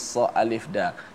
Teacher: pastikan di hujung tu kita kena sebut huruf dal yang qalqalah · Term: dal qalqalah